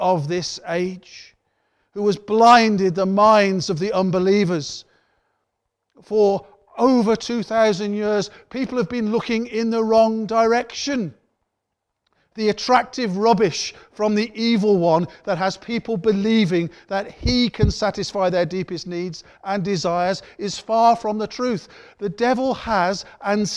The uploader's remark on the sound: Worship from Morley Salvation Army, originally broadcast live in September 2020.